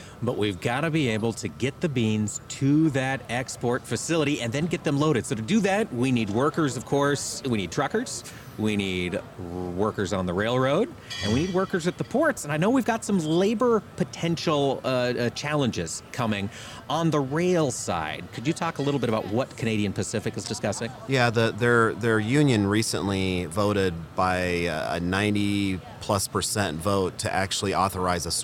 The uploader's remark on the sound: AOA is live this week from the Commodity Classic in New Orleans!